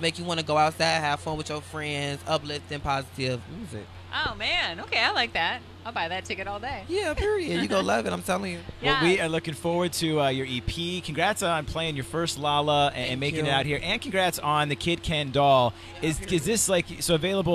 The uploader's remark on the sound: The Mix is live backstage at Lollapalooza 2023!